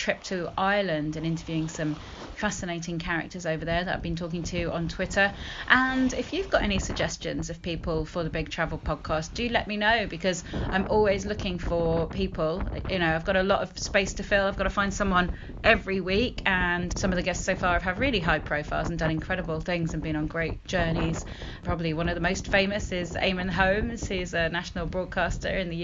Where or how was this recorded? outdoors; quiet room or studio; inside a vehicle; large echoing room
outdoors